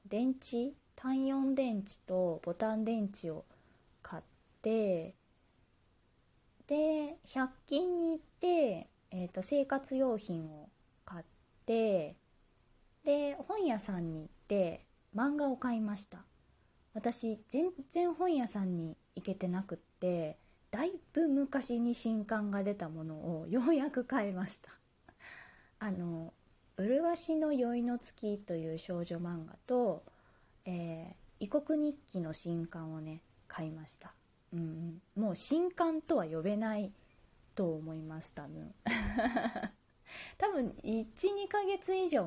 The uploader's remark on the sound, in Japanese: 自宅でスマホによる収録のため様々な騒音が収録されています、ご了承ください。